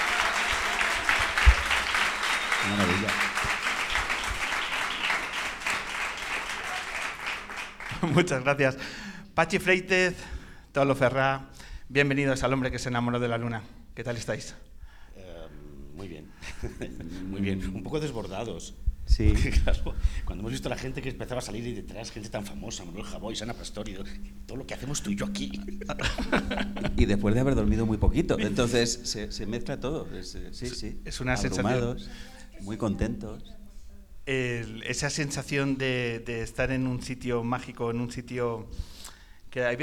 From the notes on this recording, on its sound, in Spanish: La grabación de esta edición especial que hemos realizado desde el teatro más antiguo de La Rioja, en plena Sierra de la Demanda, en el pueblo de Canales de la Sierra. Un lugar lleno de historia y magia donde sobre su escenario hemos grabado.